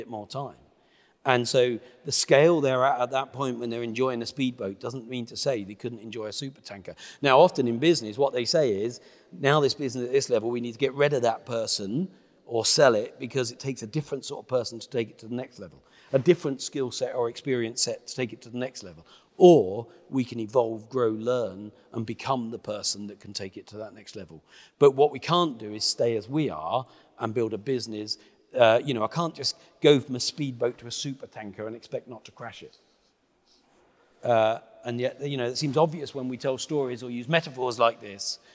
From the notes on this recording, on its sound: we held a private, invitation only, live viewing of the podcast episode